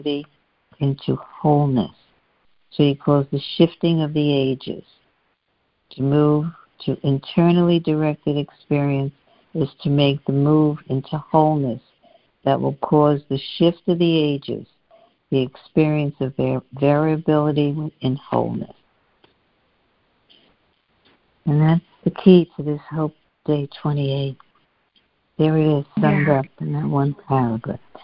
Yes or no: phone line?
yes